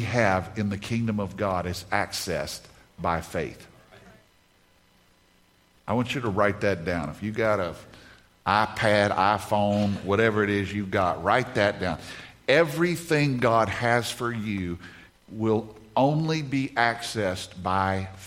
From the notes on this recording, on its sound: In this message from the Renew Conference